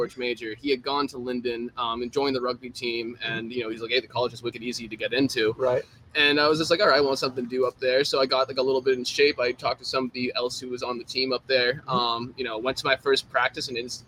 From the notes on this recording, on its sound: on location at Sonny Mcleans's in Santa Monica, CA!